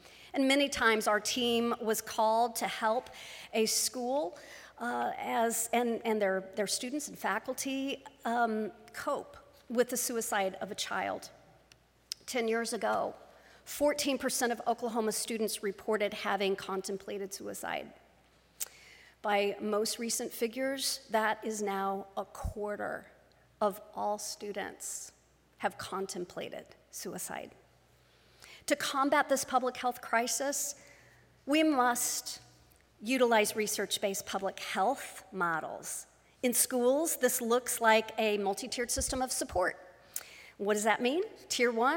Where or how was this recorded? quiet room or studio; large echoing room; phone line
large echoing room